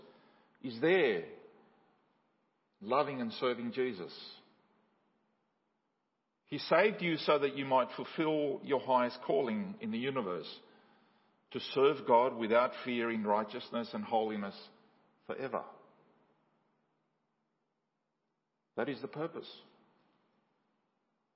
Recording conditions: large echoing room